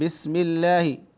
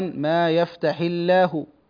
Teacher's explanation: اللام في لفظ الجلال ترقق بعد الكسرة من غير خلاف